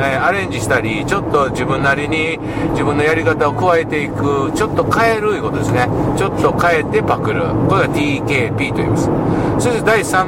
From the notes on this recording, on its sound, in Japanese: 福井県へ向かう車の中でドライビング対談収録をいたしました。